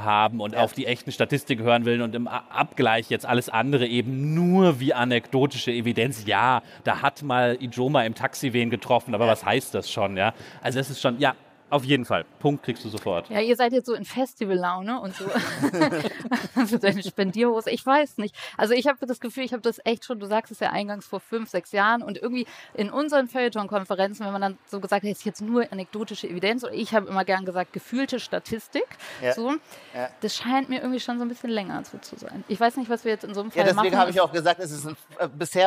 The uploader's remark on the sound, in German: direkt von der Bühne mit echtem Publikum.